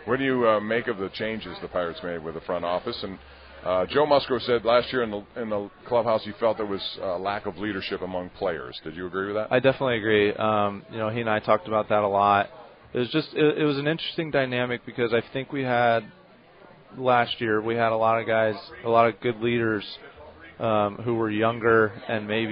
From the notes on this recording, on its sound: LIVE from PiratesFest Saturday morning at PNC Park